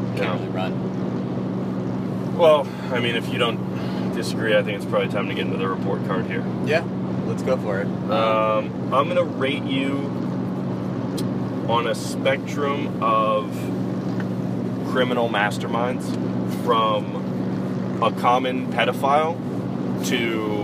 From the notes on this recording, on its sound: This episode was recorded from the road on the way to our annual offsite in Tahoe. FAIR AMOUNT OF ROAD NOISE AND GPS DISCUSSION.